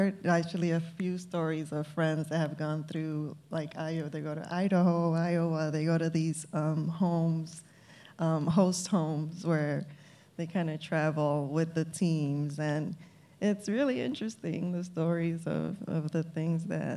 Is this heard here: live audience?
yes